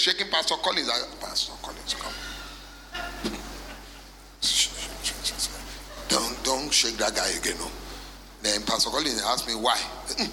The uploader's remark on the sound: Recorded Live at our MidWeek Service